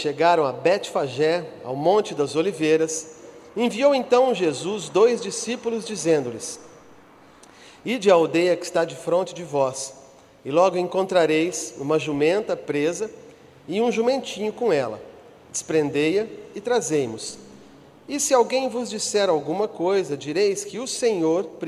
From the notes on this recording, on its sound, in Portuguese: Culto semanal de exposição Bíblica. Gravado em 01/07/2018 na Igreja Sal da Terra - Manifesto, em Uberlândia-MG.